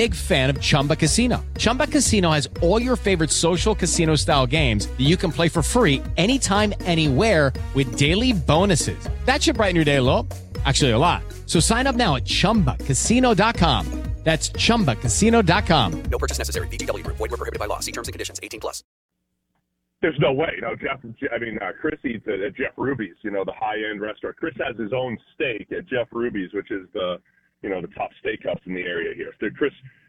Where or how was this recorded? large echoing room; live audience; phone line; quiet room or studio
phone line